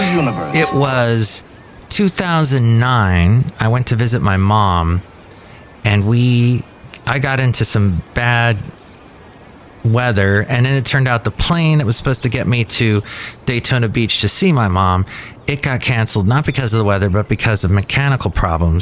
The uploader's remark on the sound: podcasts live from Café Anyway